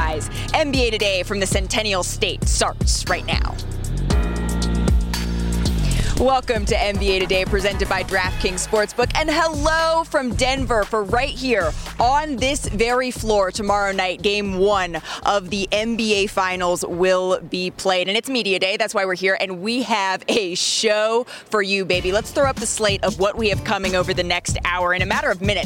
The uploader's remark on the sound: Live from Finals Media Day